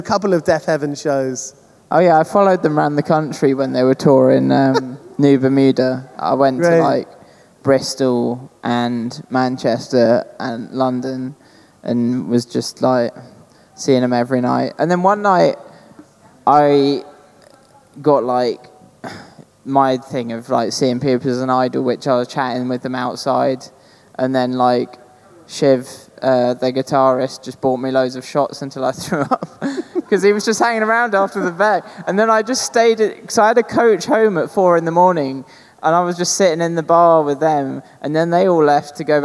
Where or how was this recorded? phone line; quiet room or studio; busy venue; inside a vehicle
busy venue